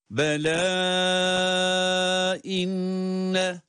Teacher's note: Öyleyse her ne kadar meddi munfasıl işareti üzerinde olmazsa da kural gereği burada meddi munfasıl oluşmakta, o takdirde de daha çok uzatılarak okunması gerekiyor.